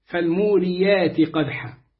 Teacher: فحرصت على أن أرقق الراء لأنها مكسورة